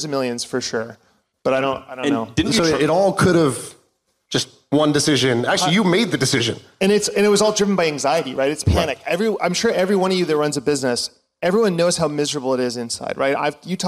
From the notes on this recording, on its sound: My First Million Live Event. (Austin, Texas). In Austin, TX for a live MFM event.